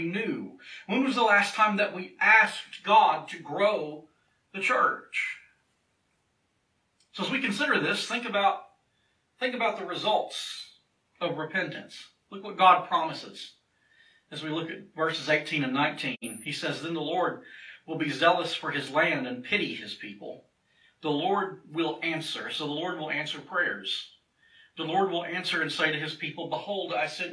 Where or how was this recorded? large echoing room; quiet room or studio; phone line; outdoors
large echoing room